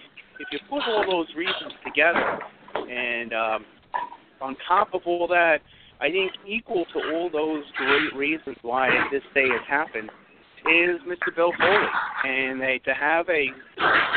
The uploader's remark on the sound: live from the Encore Hotel and Casino in Las Vegas